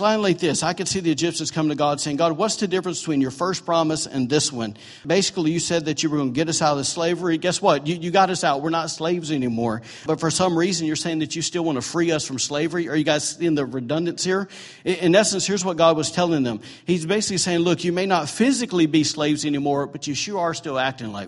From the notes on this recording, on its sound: recorded during on Sunday, January 14, 2018, during Sunday morning services at The ANCHOR Church